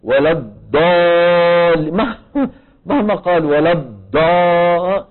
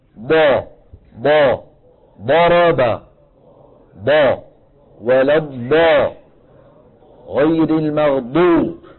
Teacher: ما حتخرج ضاد أبدا طالما أنه يعتمد ويتكئ على المنطقة الأمامية · Shown in: first take · Term: دال مفخمة